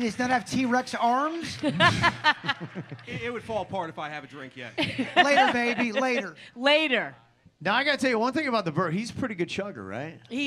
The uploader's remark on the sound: Here is the Audio From KVJ's Live Podcast at The PB Kennel Club.